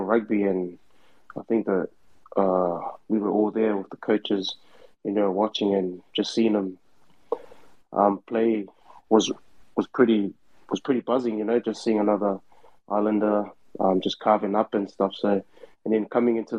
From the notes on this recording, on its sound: On this replay of Twitter Spaces' USA Rugby Happy Hour LIVE